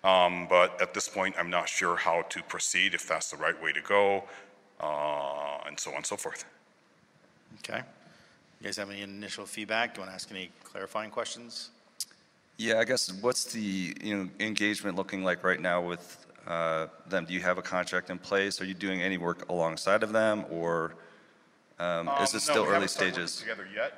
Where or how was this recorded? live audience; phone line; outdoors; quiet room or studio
live audience